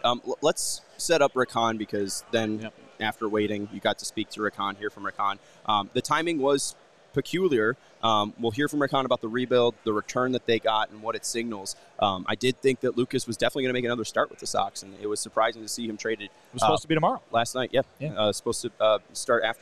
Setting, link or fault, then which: setting, busy venue